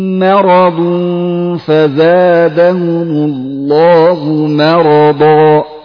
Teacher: نظرا لمجاورة الميم للراء المفخمة، فلذلك ينبه احذر من تفخيم هذه الميم